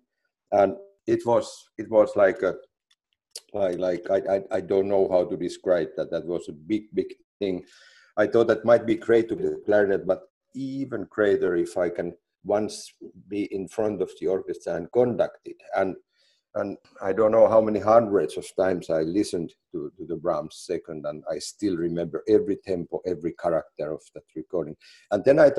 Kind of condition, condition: link, video call